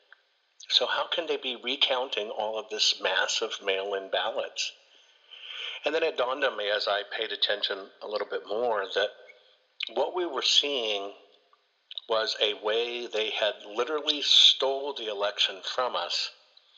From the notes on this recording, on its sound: joins me on this call